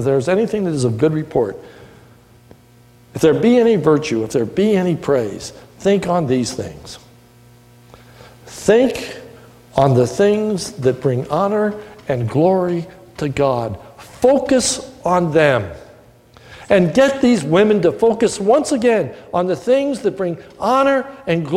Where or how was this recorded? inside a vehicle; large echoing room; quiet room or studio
large echoing room